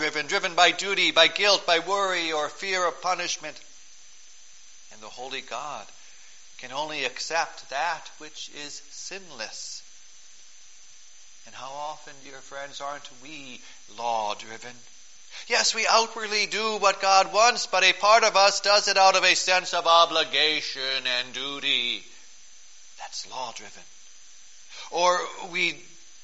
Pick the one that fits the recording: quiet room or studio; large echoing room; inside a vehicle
large echoing room